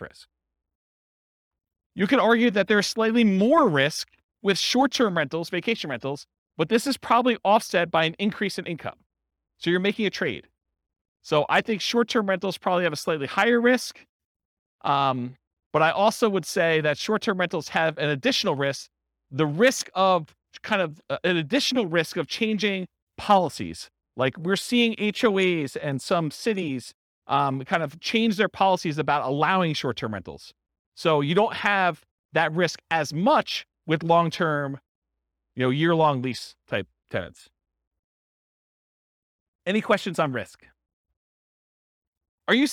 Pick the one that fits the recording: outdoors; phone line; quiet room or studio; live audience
live audience